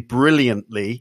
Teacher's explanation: the tongue goes into the position, but it doesn't aspirate the T · you put the your tongue into the position to make the T sound, but you don't go for the full T sound. · Term: unaspirated